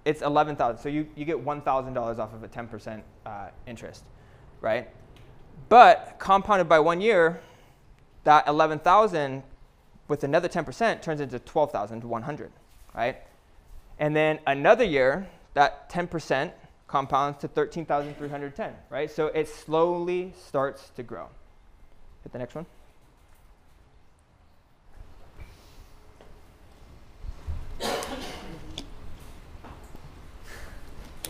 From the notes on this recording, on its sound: Live Lecture PTBI Retreat 2021.